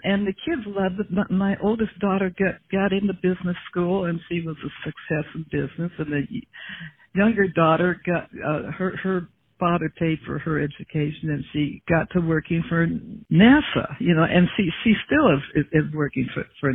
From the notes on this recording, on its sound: spent two hours on the phone together